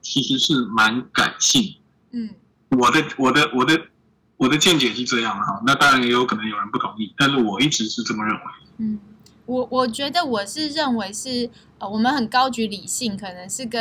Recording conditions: poor sound quality